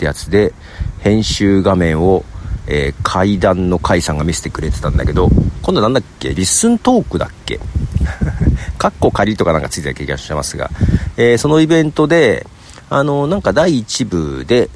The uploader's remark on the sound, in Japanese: 公園で収録。